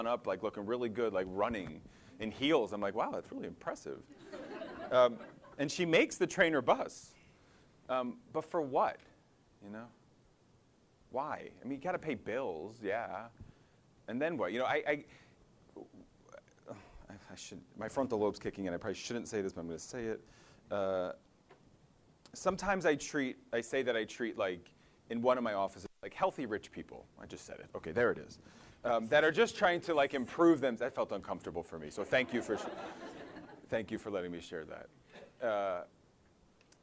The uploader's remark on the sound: audio from a symposium presentation he delivered at the 2019 RWJBarnabas Health Summer Athletic Training Personal Development Symposium